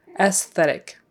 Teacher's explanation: you do pronounce that S after the E, and it's an S sound, not a Z. S, and then TH, th- th- aesthetic.